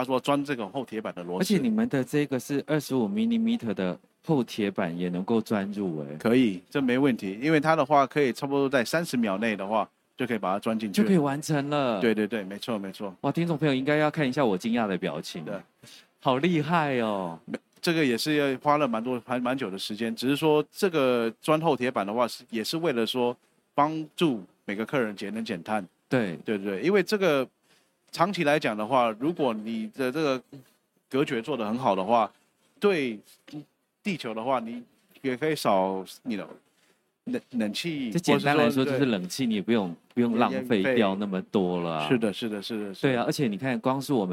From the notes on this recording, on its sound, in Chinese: 本集節目搭配2023年台灣國際扣件展（FASTENER TAIWAN 2023）5月3日至5月5日在高雄展覽館現場錄製